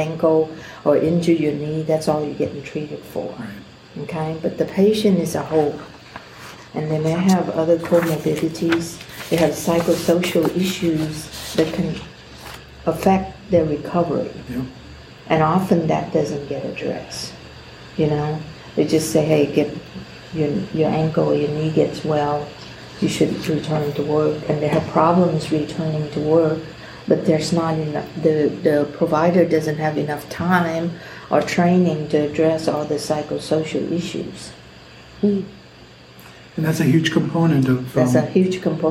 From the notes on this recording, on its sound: TXWCC Live! At the Texas Workers ' Compensation Conference.